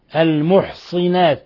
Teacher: انفرد الكسائي من دون سائر القراء بكسر الصاد